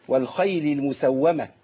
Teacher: الخاء هنا مفتوحة تبقى في مرتبة عالية في التفخيم